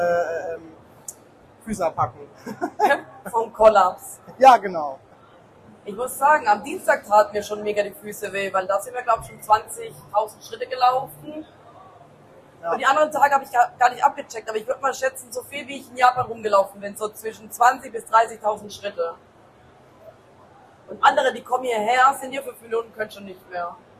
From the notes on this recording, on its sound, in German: LIVE auf der Gamescom 2023! Am Stand der Controller Bandits in Halle 10.2.